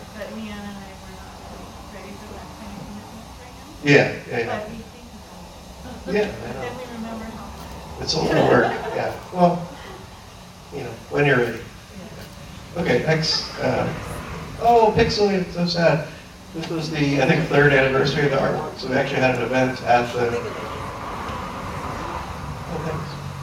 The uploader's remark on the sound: The audio is not great, and is sometimes hard to hear what is said, after this episode the audio will now be more coherent. We've figured out how to fix some audio issues.